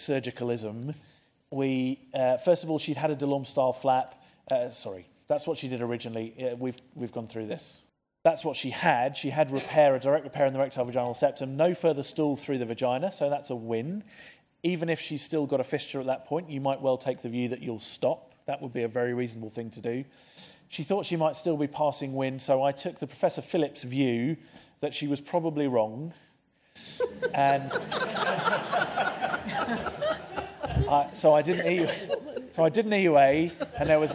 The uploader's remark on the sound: This session from St Mark's Hospital's Frontiers 2019